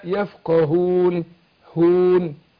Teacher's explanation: هون. الهاء مرققة رغم ان هي مضمومة لكن عايز ارققها، ما طلعهاش كده ايه يفقهون هون كده، لا يفقهون هون، شوف خفيفة ازاي.